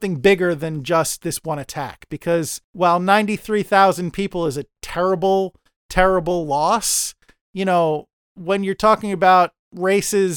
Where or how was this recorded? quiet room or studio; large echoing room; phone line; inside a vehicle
quiet room or studio